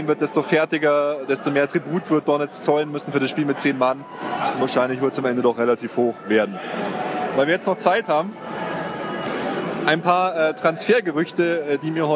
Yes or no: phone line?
no